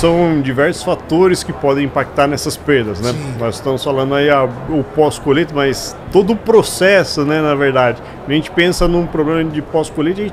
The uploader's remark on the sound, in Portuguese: Estamos ao vivo durante a Hortitec 2023